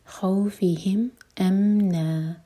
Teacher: فتح کی تنوین پر رک رہے ہیں تو نا دوہر کا ہوگا · Term: مد عوض عن التنوین